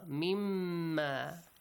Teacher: مِن مَا. Nun ساكن plus ميم. We merge them. · Term: Idgham